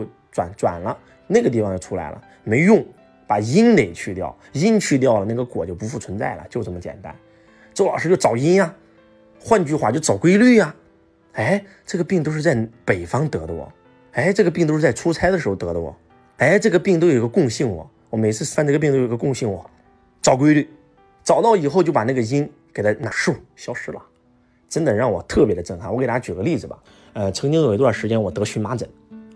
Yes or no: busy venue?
no